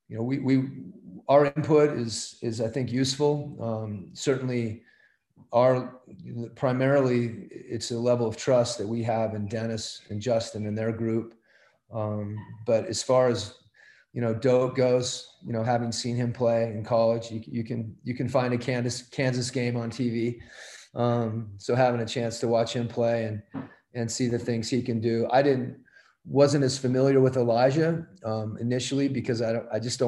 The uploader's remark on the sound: Addressed the media via Zoom conference as the team began their training camp.